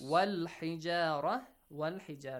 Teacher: hamzatul wasl will be skipped. And ha is from the moon letters. Lam is pronounced.